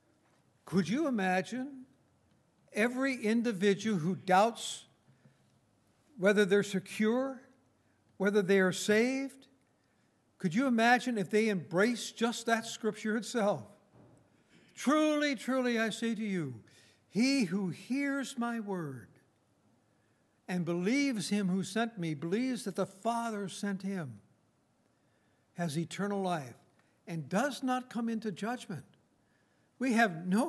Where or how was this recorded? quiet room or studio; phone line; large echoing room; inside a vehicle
large echoing room